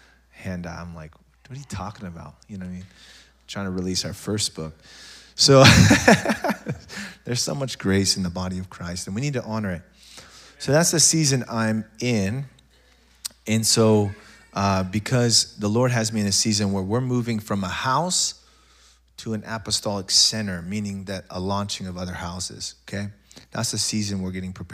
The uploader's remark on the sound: SOZO Church Belfair. SOZO Church, Belfair Washington.